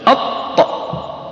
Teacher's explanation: من حروف الجهر لأنه قوي الاعتماد عند النطق به فانحبس النفس